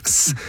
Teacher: Og S er en sånn, den er det ikke stopp. Det er noe innsnevring.